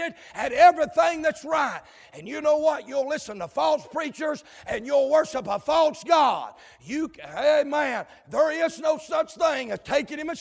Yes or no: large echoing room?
yes